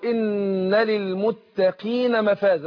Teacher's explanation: إن للمتقين القاف مكسورة يبقى ايه هتاخد أدنى درجات التفخيم، هقول إن للمتقين مفازا، ما قلتش للمتقين متقين دي، لا للمتقين.